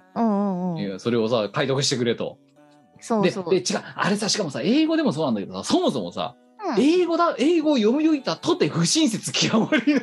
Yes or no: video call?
yes